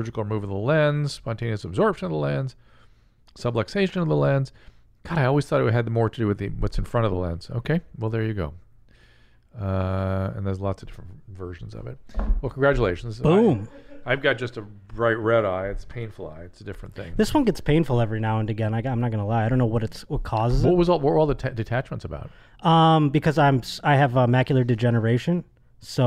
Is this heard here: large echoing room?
no